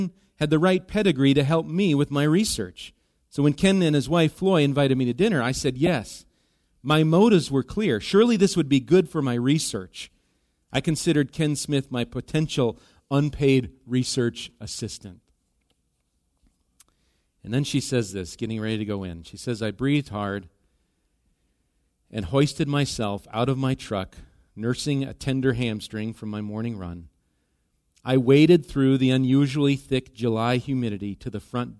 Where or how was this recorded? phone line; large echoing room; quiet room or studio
large echoing room